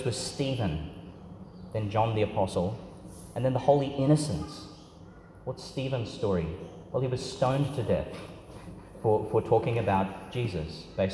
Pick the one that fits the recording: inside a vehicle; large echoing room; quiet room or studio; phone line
large echoing room